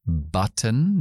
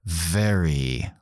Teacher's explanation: entre la B y la V está button, dos labios, y very, un labio y los dientes, totalmente distintos.